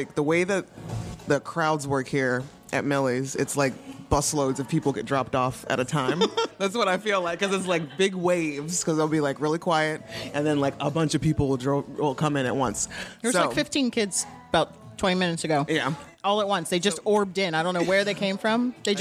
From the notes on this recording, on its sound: LIVE at Millie's Ice Cream. We got our fellow Pittsburgh Scoobies together to enjoy Buffy shakes, talk all things Buffy, play some games and get some face time with our listeners.